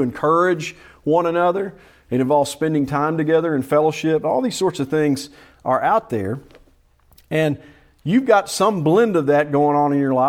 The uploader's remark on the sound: Preached at Salem PBC in Gravesville, AR.